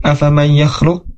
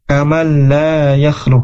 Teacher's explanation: huruf nun dimasukkan ke huruf selanjutnya · Term: idgham bila guna